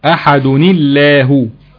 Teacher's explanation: الدال منونة بتنوين بالضم في حالة الوصل، عندنا التقاء ساكنين بنتخلص منهم بكسر الحرف الساكن الاول